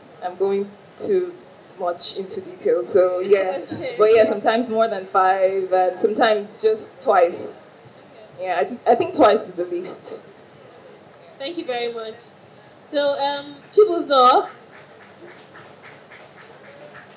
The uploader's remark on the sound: Panel Discussion from the Finding Idara World Premiere